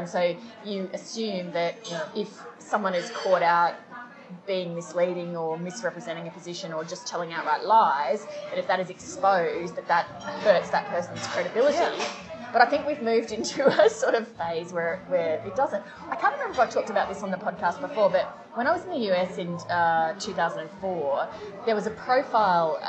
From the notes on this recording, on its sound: Warning: bad audio quality!